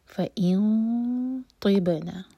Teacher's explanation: فإن طبنا، تی نہیں طی، طا ہیوی ہے اور با پر ہم باؤنس کریں گے، با پر سکون ہے.